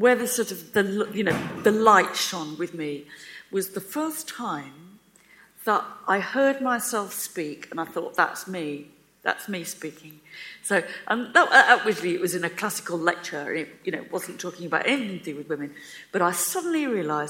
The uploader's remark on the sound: The full audio from the New Statesman's sell-out event. At Conway Hall.